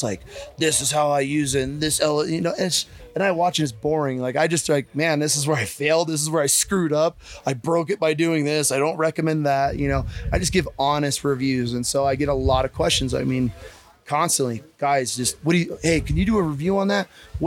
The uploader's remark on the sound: Live from Mountain Archery Fest.